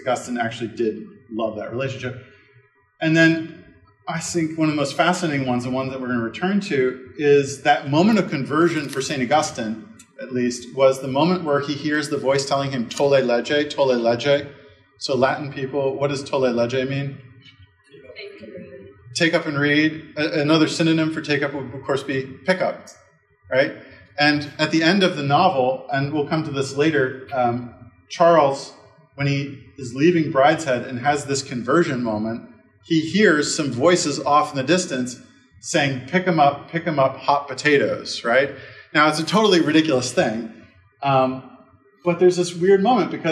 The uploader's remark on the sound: This lecture was given on April 27th, 2023 at Georgetown University.